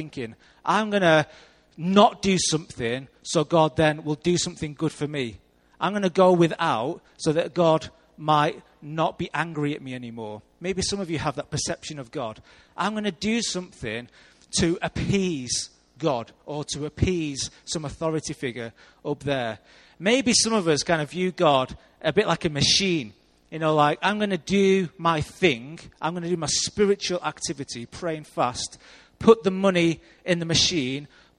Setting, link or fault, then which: setting, large echoing room